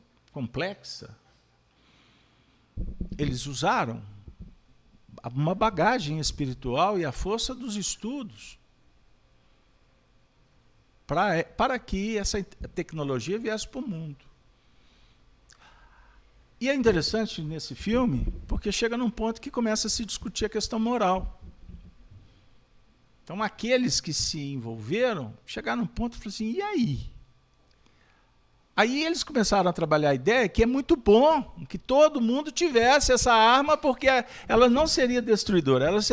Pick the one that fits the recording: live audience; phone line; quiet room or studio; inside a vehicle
live audience